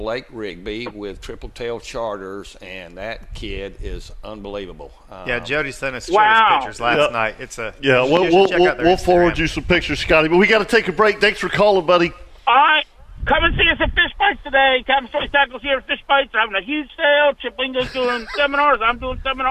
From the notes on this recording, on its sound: do the show live from Steinhatchee River Club!